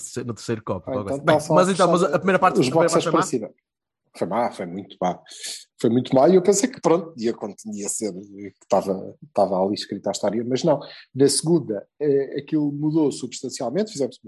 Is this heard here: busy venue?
no